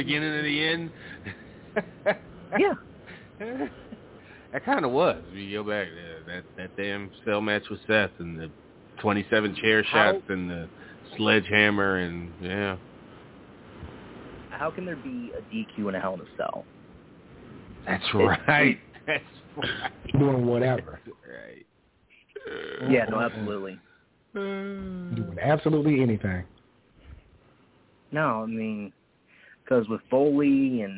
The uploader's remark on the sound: Live calls and much more. Weekly caller, email and tweet driven show.